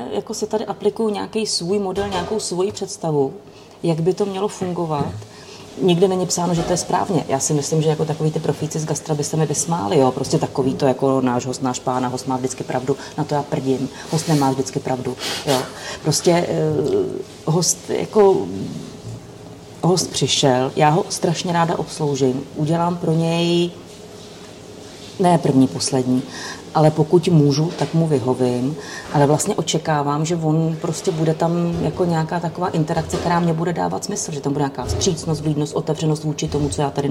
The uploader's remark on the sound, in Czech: Za hodinu a půl se v Topince v líném pátečním odpoledni vystřídalo šest hostů, všichni na balkóně. Omluvte cinkání nádobí z kuchyně, zvuky kávovaru či občas slyšitelný tlumený hovor v pozadí. Je to autentická zvuková kulisa.